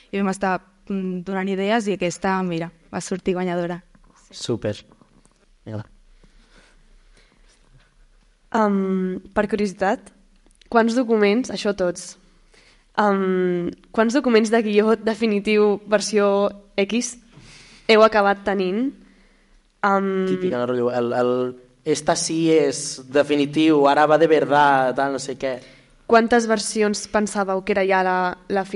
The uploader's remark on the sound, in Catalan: Episodi en Directe al Cinema Edison. El vam gravar en directe durant la mostra de curtmetratges de "La Peixera", un projecte impulsat pel Cinema Edison.